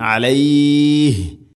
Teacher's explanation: അലൈഹ് ഇവിടെ വഖഫ് ചെയ്യുമ്പോൾ നിർത്തുന്ന സമയത്ത് ഇത്രയും നീട്ടി രണ്ട് നാല് ആറ് ഹർക്കത്തിൻ്റെ ഖദർ നീട്ടാവുന്ന മദ്ദാണത്